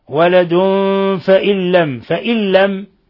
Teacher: نون ساكنة جاء بعدها اللام إدغام بغير غنة